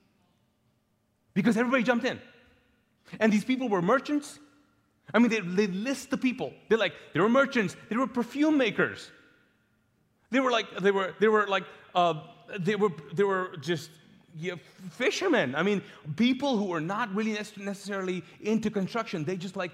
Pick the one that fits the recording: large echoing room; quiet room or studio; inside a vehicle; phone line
large echoing room